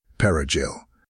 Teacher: The word required a hard Spanish rolled R, a sound that Haitian Creole, rooted in French, simply did not produce.